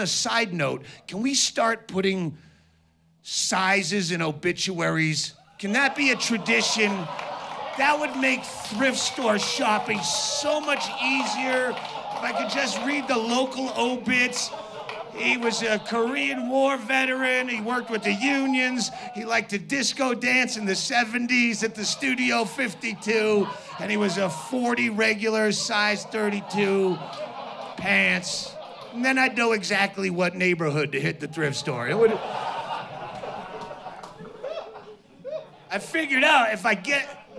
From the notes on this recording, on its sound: performs live in his hometown of Bisbee, Arizona